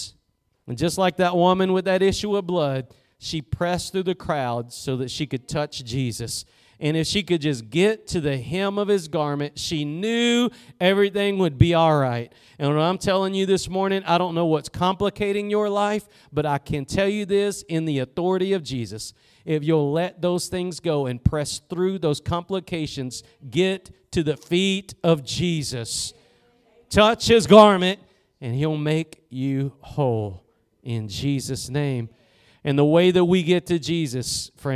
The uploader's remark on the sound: Preached at Gospel Lighthouse in Bossier City, La.